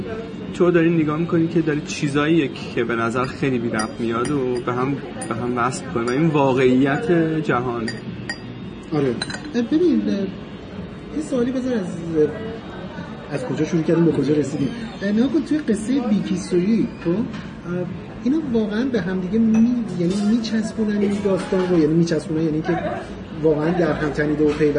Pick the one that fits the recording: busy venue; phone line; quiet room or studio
busy venue